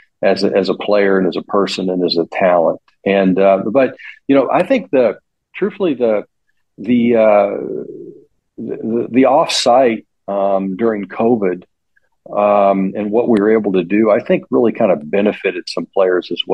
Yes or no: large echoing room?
no